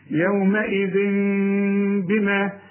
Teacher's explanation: يومئذ بما، يبقى العلماء بيسموا الحكم ده إقلاب، نقلب التنوين لميم ونخفيه ونغنه، إخفاء إقلاب مع الإخفاء مع الغنة.